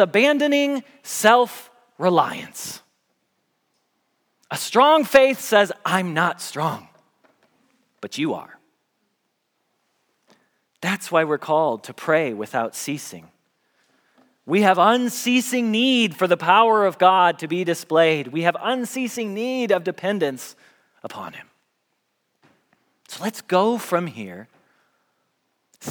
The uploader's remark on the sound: Message Preached at Valley Creek Church